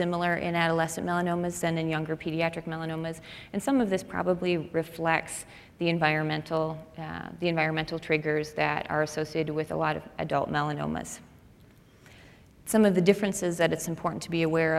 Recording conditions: live audience